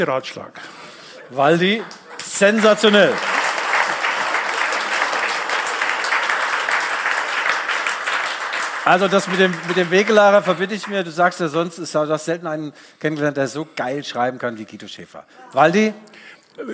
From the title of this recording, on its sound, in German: LIVE in der LVZ Kuppel